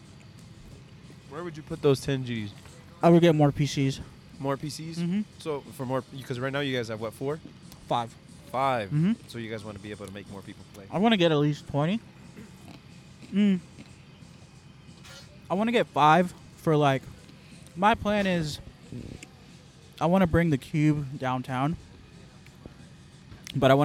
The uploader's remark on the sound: Recorded Live from The Footy Festival 2.0.